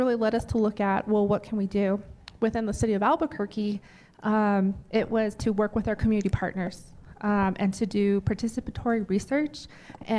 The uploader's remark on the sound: Broadcasting live from the Women Are Sacred conference. Broadcasting live from the Women Are Sacred conference.